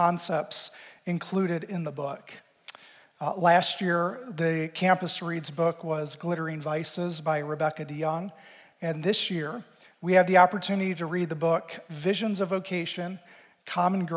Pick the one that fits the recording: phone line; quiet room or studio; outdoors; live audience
live audience